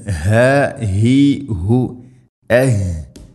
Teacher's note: തൊണ്ടയുടെ താഴെ ഭാഗമാണ് ഹ